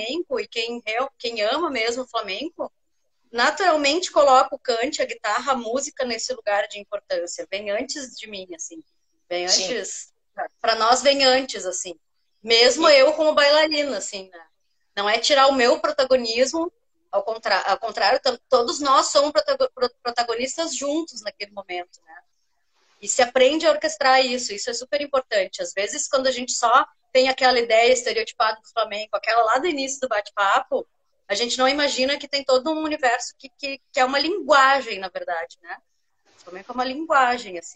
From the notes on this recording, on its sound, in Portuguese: de forma que a qualidade do áudio não é a mesma dos eps anteriores